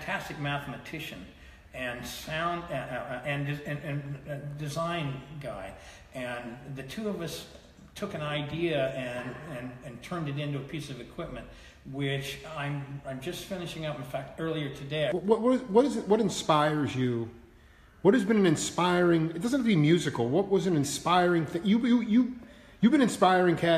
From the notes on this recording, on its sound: Live At The Marin Rod &amp; Gun Club from 03/2018. Live At The Marin Rod & Gun Club from 03/2018.